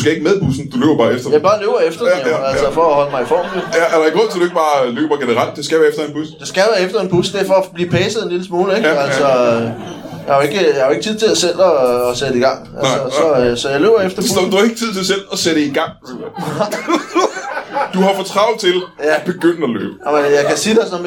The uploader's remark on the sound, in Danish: LIVE fra Chase i Roskilde